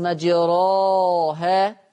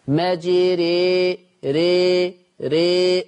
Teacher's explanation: الألف تبقى قريبة للياء، قريبة، شوفوا كلامي، قريبة، ما بقتش ياء، ما بقتش أنا قريب من فلان لكن لسه ما رحتلوش، خلي بالكم من كلامي، أنا قريب للمكان ده، قريب له بس لسه ما رحتش. فأنا الألف قريبة إلى الياء، هروح ناحيتها بس ما جبتهاش ياء. · Shown in: second take · Term: اماله كبرى